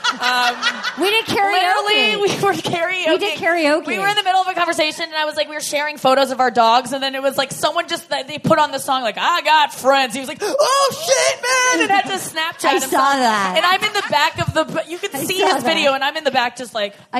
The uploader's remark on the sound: live from Austin at the Moontower Comedy festival!